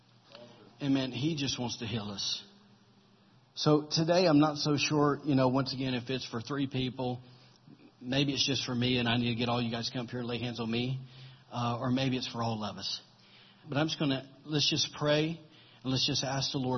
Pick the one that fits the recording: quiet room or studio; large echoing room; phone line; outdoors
large echoing room